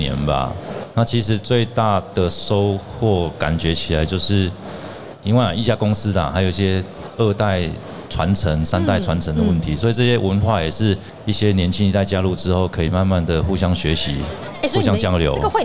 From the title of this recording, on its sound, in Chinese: 2022 Taipei Cycle台北國際自行車展-Live Podcast